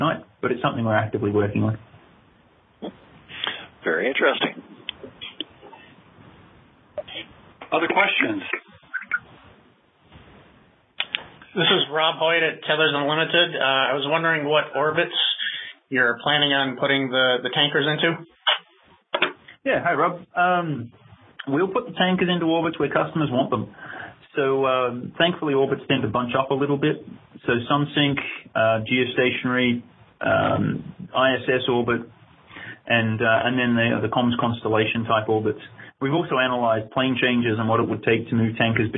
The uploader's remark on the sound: weekly teleconference